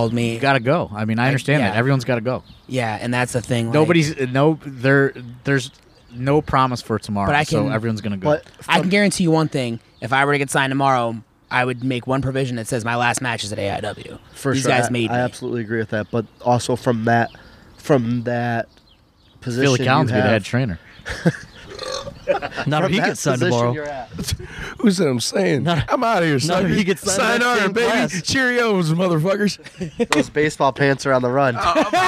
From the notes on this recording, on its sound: This week is a round table of sorts as we are joined by several members of the AIW roster as they drink some beers and record at the AIW Memorial Day cookout.